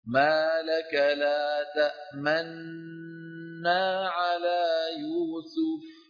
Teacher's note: الإشمام معناها سكننا النون الأولى اللي كانت مضمومة وأدغمناها في مين؟ في النون التي بعدها، فصارتا نونا واحدة مشددة